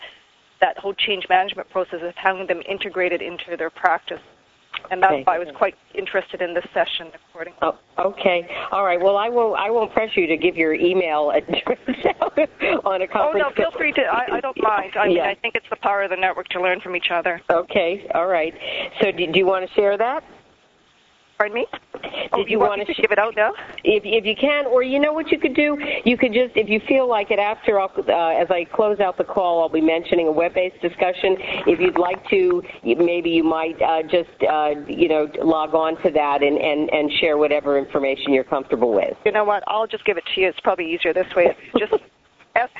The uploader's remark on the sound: May 2006 Author in the Room® Teleconference